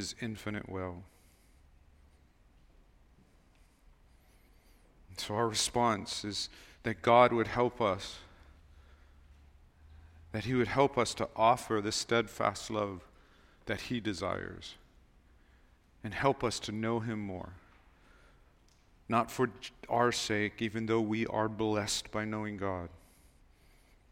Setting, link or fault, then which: setting, large echoing room